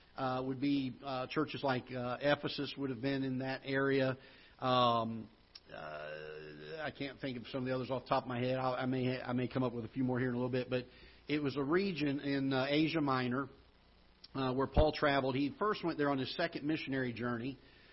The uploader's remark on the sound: Ketha Heights Baptist Church ~ Live Broadcast